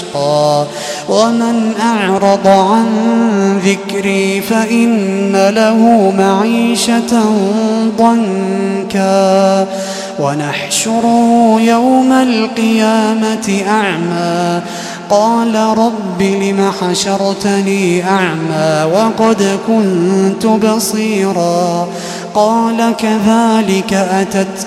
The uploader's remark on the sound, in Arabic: تسجيلات من صلاة التراويح لشهر رمضان عام 2016.